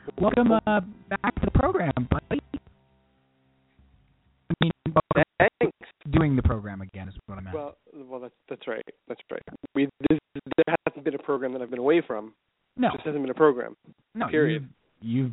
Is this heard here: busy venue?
no